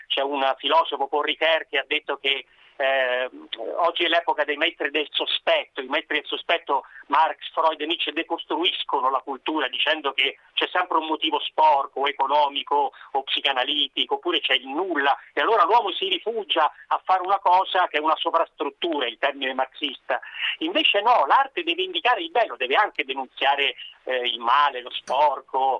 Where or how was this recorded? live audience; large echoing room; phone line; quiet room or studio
phone line